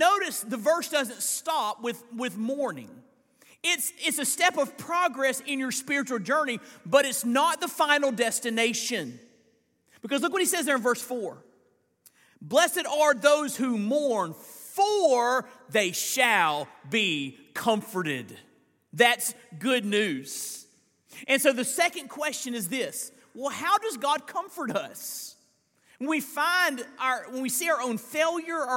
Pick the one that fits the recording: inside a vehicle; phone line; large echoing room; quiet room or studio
large echoing room